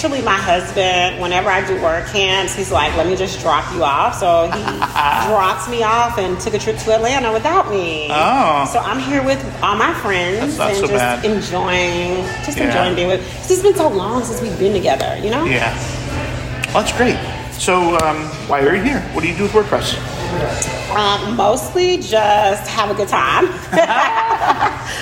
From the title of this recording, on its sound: WordCamp Birmingham Hallway Chats